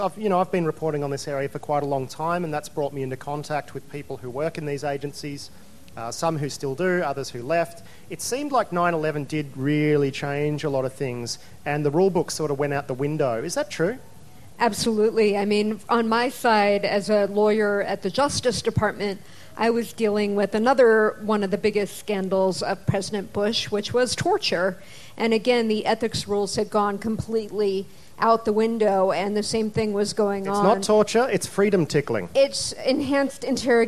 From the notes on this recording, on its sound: Panel recording, Splendour in the Grass. This is a recording of a panel I hosted at the Splendour in the Grass music festival forum.